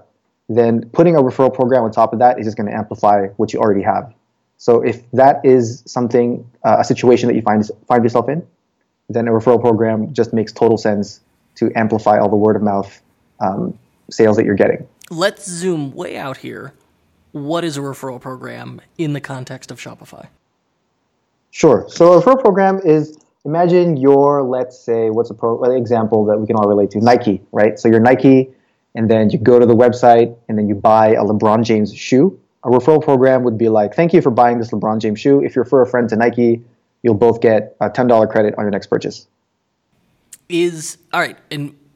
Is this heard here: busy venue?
no